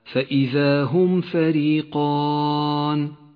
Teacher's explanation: تظهر الميم من غير غنة أو تشديد · Term: الإظهار الشفوي